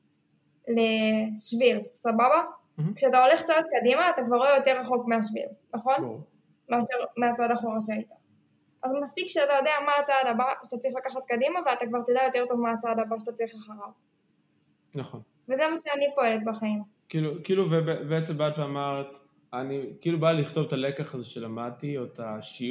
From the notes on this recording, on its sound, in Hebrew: הפרק הזה הוקלט במטרה להיות הפרק הרביעי בפודקאסט שינויים קבועים, ולכן אולי הפורמט והסאונד עלולים להרגיש לכם טיפה ״שונים״ מהפרקים האחרים.